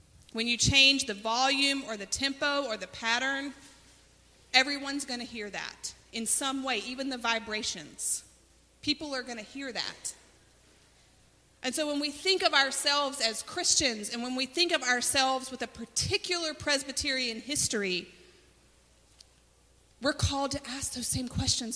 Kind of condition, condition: setting, large echoing room